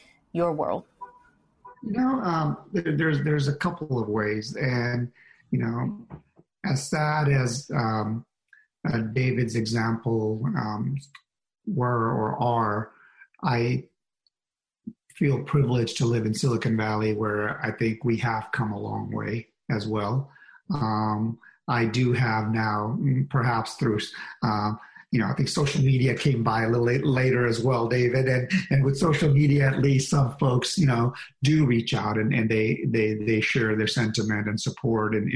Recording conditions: video call